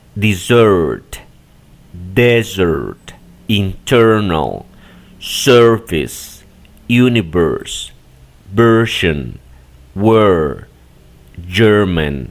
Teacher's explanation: Aunque tendemos a este tipo de patrones pronunciarlos con la E que tenemos en español, en realidad se trata de una E pero neutral, distinta a la que tenemos en español · Term: E neutral